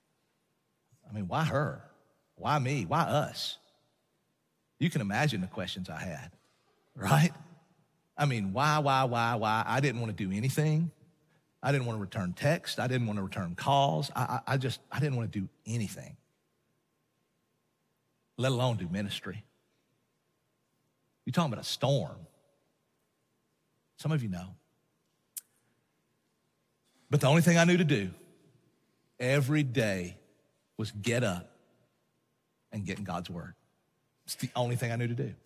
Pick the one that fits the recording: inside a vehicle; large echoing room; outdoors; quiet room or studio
large echoing room